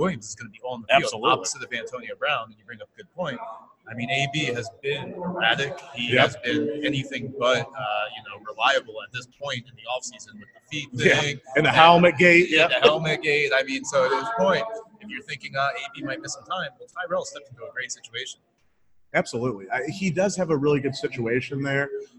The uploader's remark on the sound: LIVE From the Midwest Fantasy Football Expo. This episode takes place live at the Midwest Fantasy Football Expo.